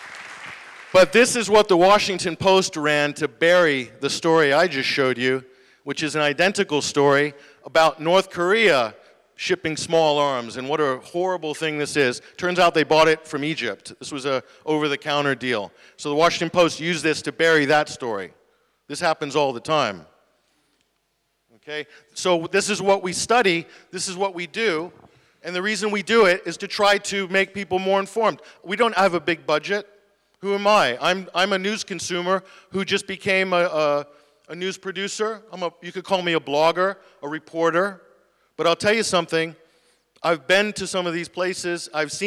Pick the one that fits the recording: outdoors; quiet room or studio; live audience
live audience